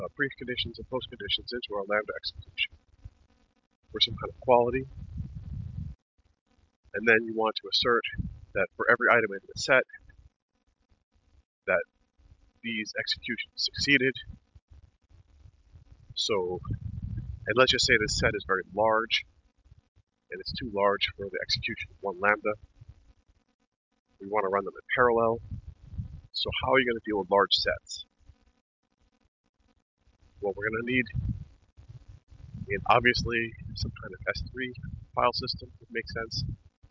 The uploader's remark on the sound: In this walking podcast